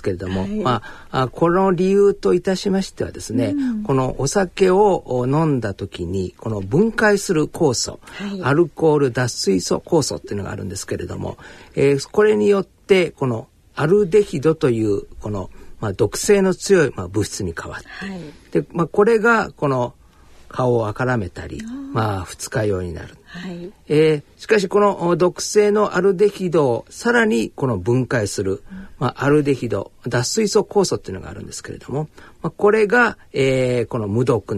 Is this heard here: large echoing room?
no